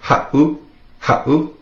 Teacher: If you were to take out that seven, it would be pronounced ha'u. With the seven in there, makes that little glottal stop